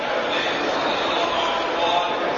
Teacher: نعم، ويخرج منه حرف واحد وهو النون الساكنة المظهرة أن. فالنون مخرجها من رأس اللسان حينما يصطدم بلثة الثنايا العليا أن. أن فرأس اللسان حينما يصطدم باللثة واللثة هي منبت الأسنان فحينما يصطدم رأس اللسان بلثة الثنيين العليين هذا مخرج النون أن.